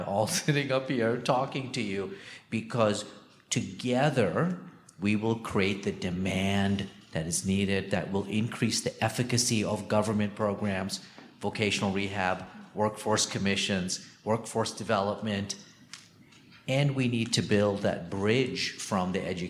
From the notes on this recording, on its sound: our final WorkingNation panel from the SXSW EDU 2023 conference last month in Austin